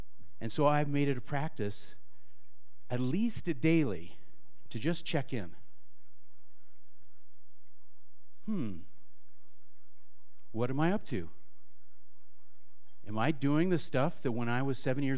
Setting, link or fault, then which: setting, live audience